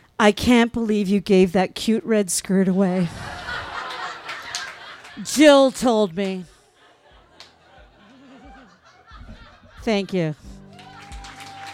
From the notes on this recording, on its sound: This story was recorded live on 6 May 2017 at Tiger!